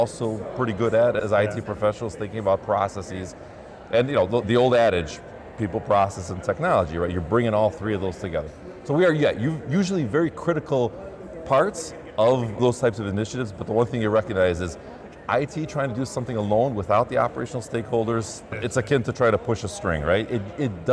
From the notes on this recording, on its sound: live from CHIME’s Fall Forum